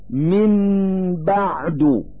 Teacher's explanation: الإقلاب هو قلب النون الساكنة ميما حال وجودها قبل الباء مباشرة، مثل من بعد. فإن النون الساكنة من كلمة من تقلب ميما